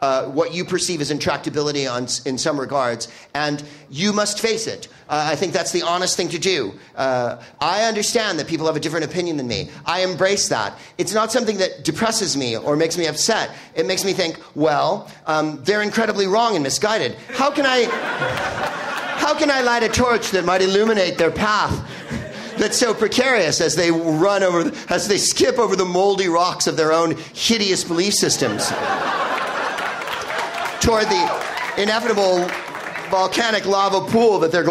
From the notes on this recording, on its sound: Live from Chicago's Up Comedy Club